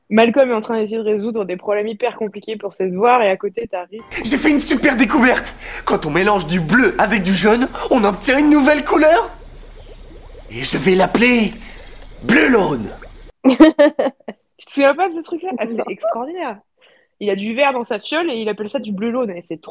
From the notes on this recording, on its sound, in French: on a eu des petits problèmes de sons cette semaine, et la qualité sonore n'est vraiment pas au rendez-vous